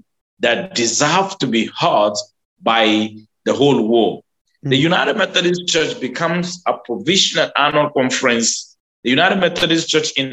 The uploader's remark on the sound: This episode is a little shorter as we had issues with the connection and sound quality due to technical difficulties.